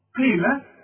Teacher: القاف مكسوره، والقاف في اخر درجات التفخيم